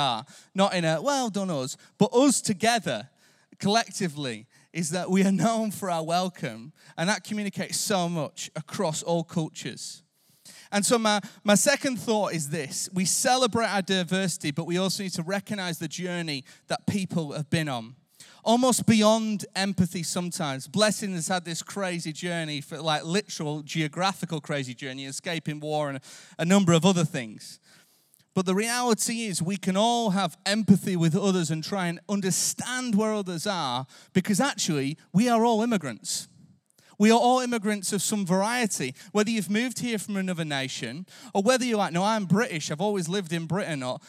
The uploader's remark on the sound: Recorded live at Life Church Lancashire on Sunday 29th October 2023.